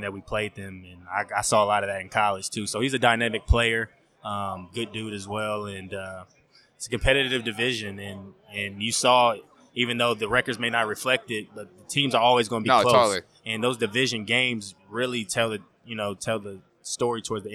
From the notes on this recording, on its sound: on Super Bowl Radio Row